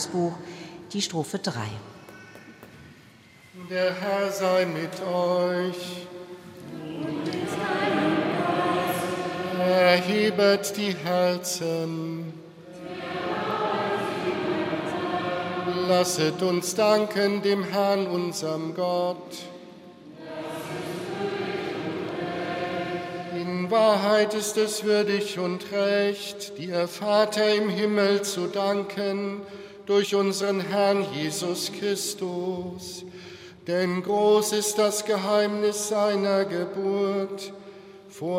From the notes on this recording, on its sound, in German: Aus der Pfarrkirche Sankt Bonifatius in Frankfurt-Sachsenhausen übertrug hr4 live den katholischen Feiertagsgottesdienst am ersten Weihnachtsfeiertag. Gemeinde und Chor singen bekannte Weihnachtslieder.